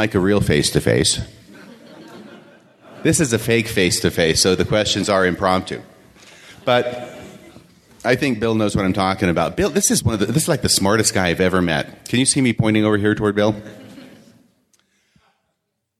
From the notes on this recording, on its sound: This podcast contains the complete audio of my presentation at Sunstone